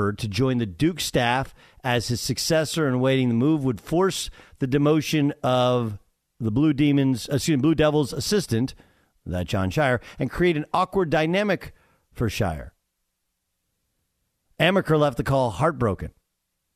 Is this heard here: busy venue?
no